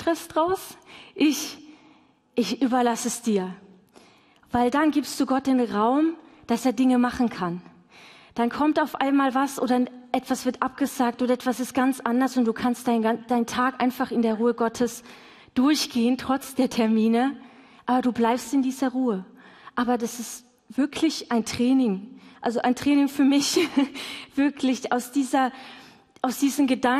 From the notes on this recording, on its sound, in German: LIVE im Missionswerk Karlsruhe